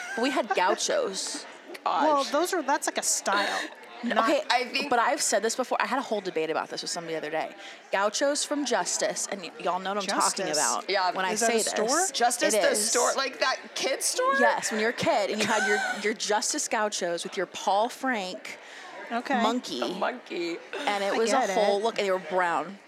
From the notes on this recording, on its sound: Sit down live from YWLS.